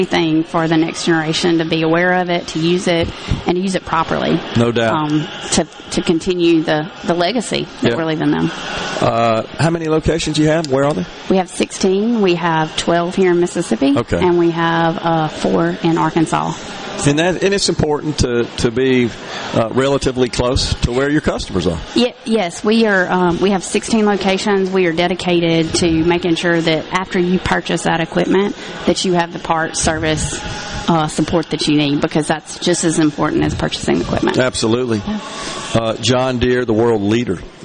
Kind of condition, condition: setting, busy venue